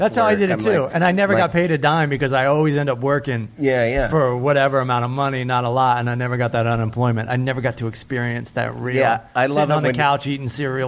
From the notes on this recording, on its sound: put together a podcast in Phoenix, AZ at The All Things Comedy Festival